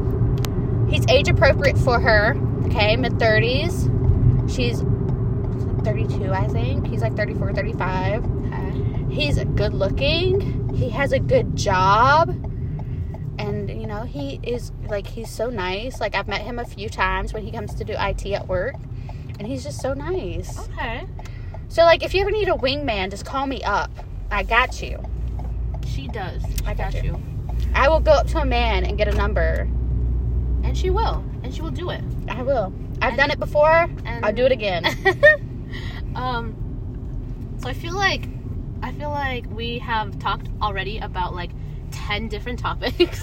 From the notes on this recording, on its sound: This episode begins rather nervously while we get into the groove of recording. We decided the best way to record was driving to the beach.